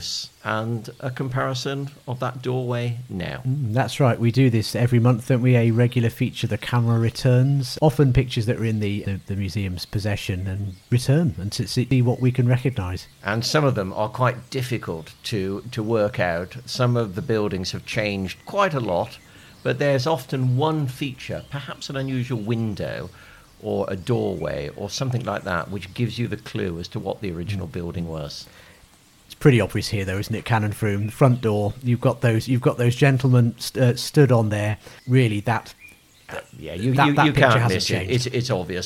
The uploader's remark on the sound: Take a walk in the sun around Canon Frome Court and St Laurence's Church, Stretton Grandison.